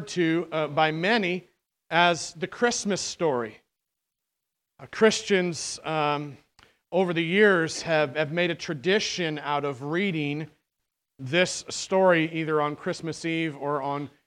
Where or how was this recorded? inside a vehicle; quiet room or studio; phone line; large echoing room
large echoing room